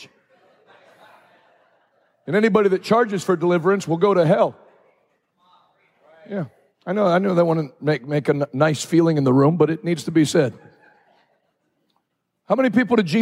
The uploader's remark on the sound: Live from Hope Church St. Louis Day 2